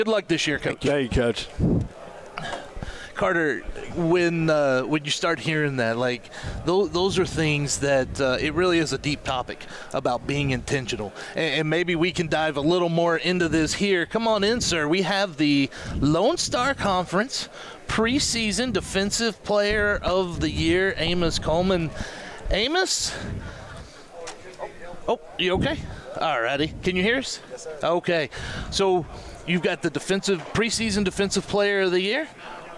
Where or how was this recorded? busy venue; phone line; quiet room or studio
busy venue